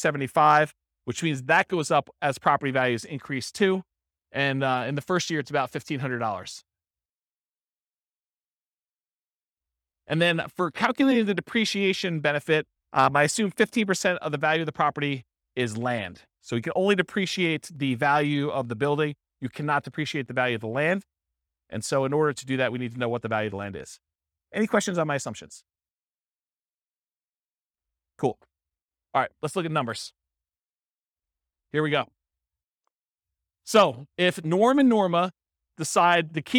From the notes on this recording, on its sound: This was a live class recorded